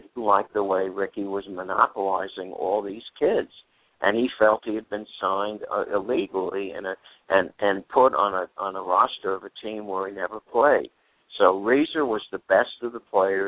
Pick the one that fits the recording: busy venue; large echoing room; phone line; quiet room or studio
phone line